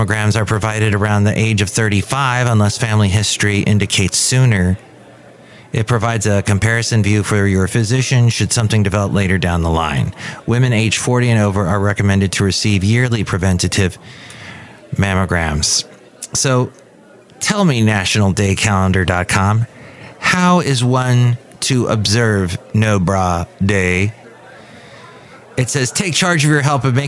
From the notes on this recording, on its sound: podcasts live from Café Anyway